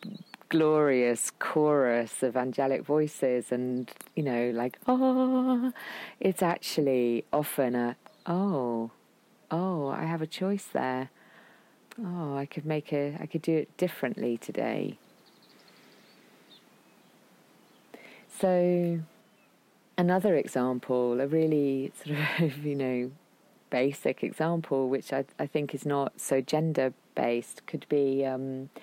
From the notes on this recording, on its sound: Forgive the wind, sheep and horses who intermittently appear in this episode - it was recorded in an open field in the wilds of Shropshire!